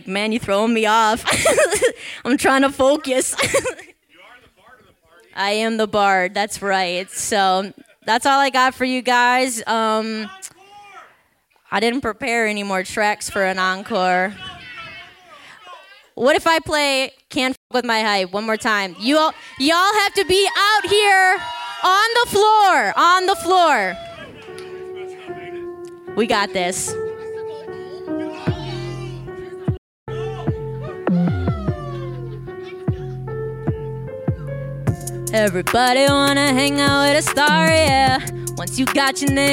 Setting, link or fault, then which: setting, busy venue